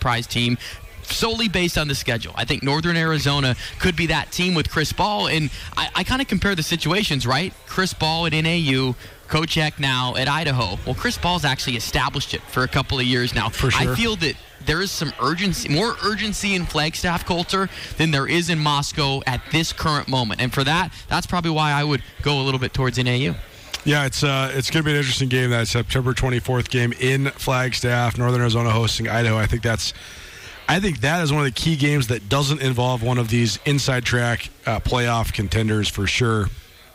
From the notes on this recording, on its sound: More Big Sky Conference football talk LIVE from the Big Sky Kickoff in Spokane.